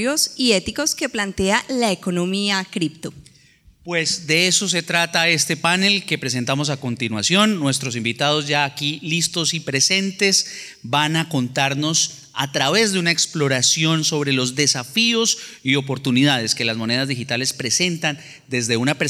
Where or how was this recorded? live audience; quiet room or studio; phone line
live audience